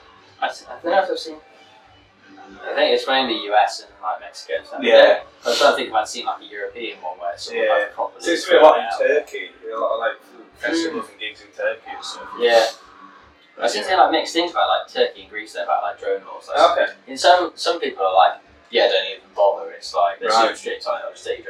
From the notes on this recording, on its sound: Less than ideal audio. Sit down with a few beers.